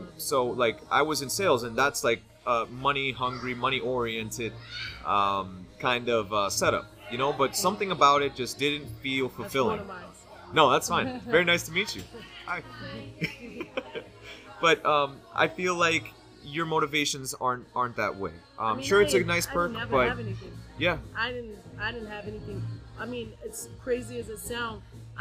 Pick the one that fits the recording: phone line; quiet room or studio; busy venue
busy venue